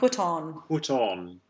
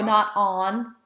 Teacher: On is that backwards A that's rounded. · Shown in: first take